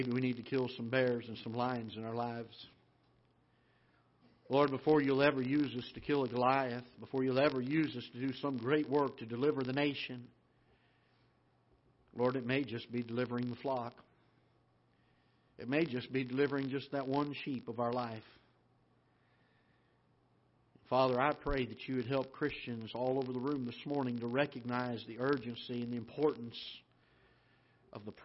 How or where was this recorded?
large echoing room